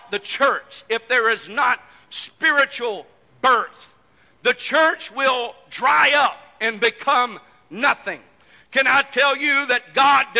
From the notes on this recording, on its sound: This message broadcast live from First Pentecostal Church of Silsbee, Texas.